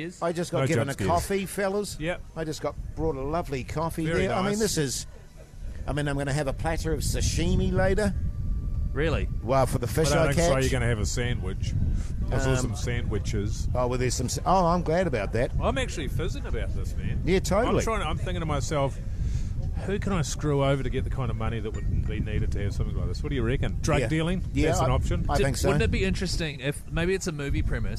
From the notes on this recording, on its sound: They're back for 2024 and LIVE from the Hauraki Gulf!